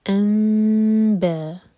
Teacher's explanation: نون ساکن کے بعد با رہا ہے تو یہاں پر ہم کریں گے اقلاب نون نہیں پڑھا جائے گا نون کا ساؤنڈ میم میں چینج ہوا ہے ان بے بے چار حرف کا لمبا مد متصل